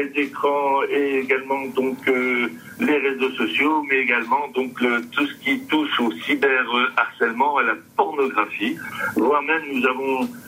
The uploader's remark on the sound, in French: Des propos recueillis par téléphone. De la rédaction de RCF Coeur de Champagne.